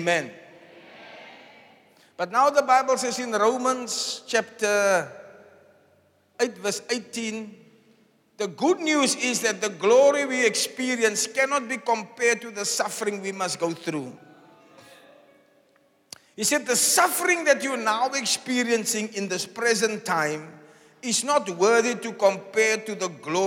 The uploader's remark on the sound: Preached on Good Friday Miracle Service at Zion Sanctuary, Cape Town